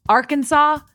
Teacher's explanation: the only acceptable pronunciation is in 3 syllables, with the final S being silent, the A in each syllable with the Italian sound, and the accent on the first and last syllables.